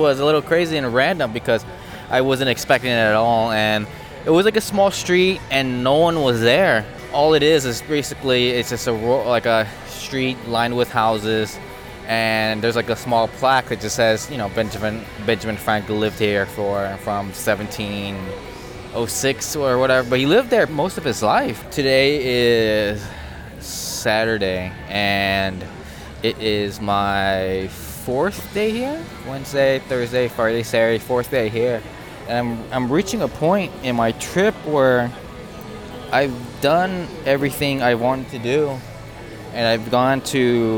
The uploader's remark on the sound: I recorded this on my iPhone and edited it all on my iPad using an app called Ferrite so there’s some background noise as I was walking around the city.